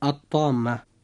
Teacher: وبقية حروف الهجاء إخوة الإسلام إذا وقعت بعد لام التعريف فهنا يكون حكمها الإدغام بغير غنة، وتسمى هذه اللام لاما شمسية. ومعنى الإدغام بغير غنة أي أننا لا ننطق اللام عند نطقنا للكلمة التي فيها لام التعريف